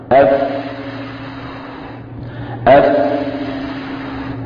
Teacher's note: الفاء مثلا حرف يعني رخو يجري معه الصوت وهو حرف مهموس يجري معه النفس. لو أخذنا مثلا يعني اليد ووضعناها أمام يعني الفم وقلنا أف أف نشعر بتدفق للهواء مع يعني مع هذا الحرف. · نشعر بتدفق للهواء مع يعني مع هذا الحرف. إذا نقول هذه الحروف مهموسة يجري معها النفس.